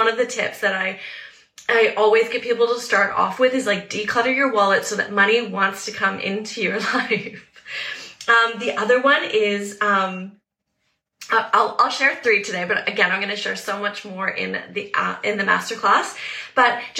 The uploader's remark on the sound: This episode is an instagram live